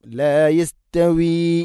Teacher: യസ്തവി തഅ്നെ കനപ്പിച്ചു ഉച്ചരിക്കരുത്, ലൈറ്റായിട്ട് ഉച്ചരിക്കണം